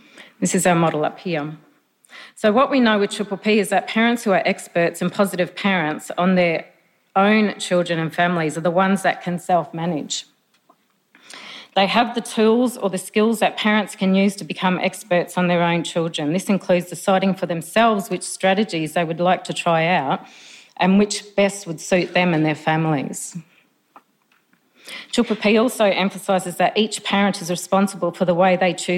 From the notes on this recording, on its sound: Conference presentations from the Victorian Government's Realising the Potential Conference. The audio for this session has been generously provided by the Victorian Department of Education and Training.